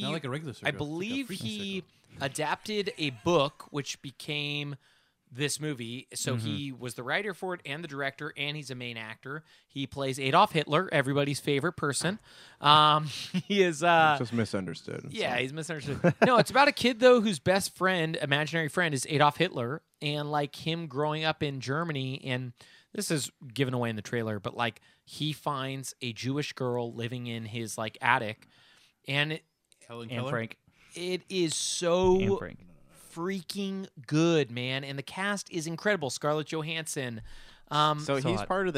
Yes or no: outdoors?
no